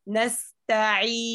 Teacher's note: هات الجزء الشديد اللساني بداية، ثم كمل الصوت بغنة ناقصة من الخيشوم. لا نقول إن، إن لا تبتر الصوت.